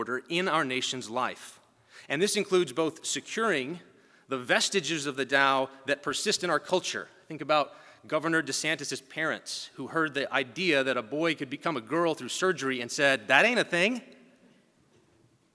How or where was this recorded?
live audience